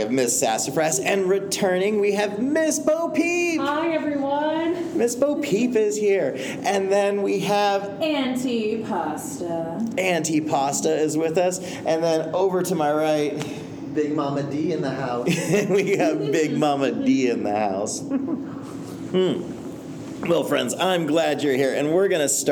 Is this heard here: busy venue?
yes